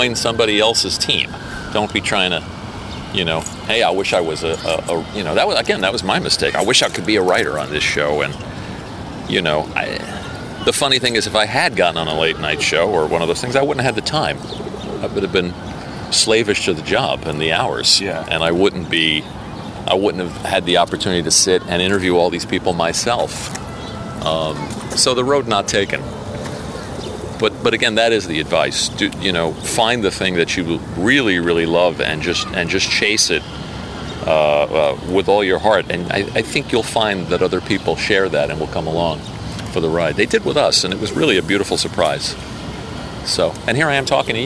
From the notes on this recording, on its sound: On the Takin A Walk Podcast. Walking and taking on the Upper East side of NY.